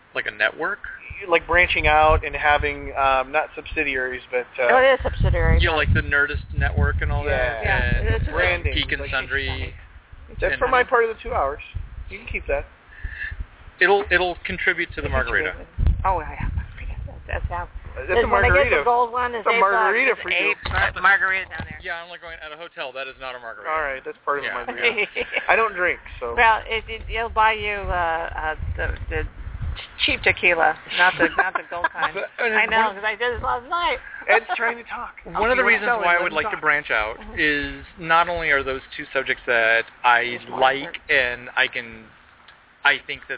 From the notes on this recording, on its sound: LIVE from LepreCon 2014 - Panel on Podcasting. You can actually listen to the show while it is being recorded at the convention. There will be two other podcasters and their shows all dueling for your listening ple-as-ure.